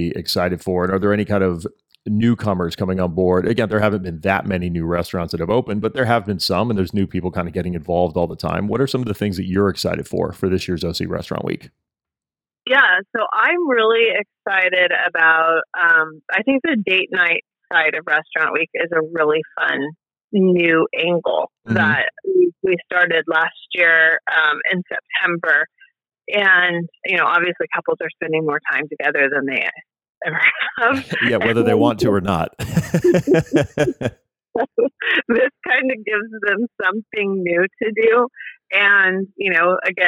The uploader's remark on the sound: This is a great little episode we recorded over the phone.